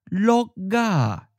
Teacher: Now carry over the K ending and it becomes a voiced G sound.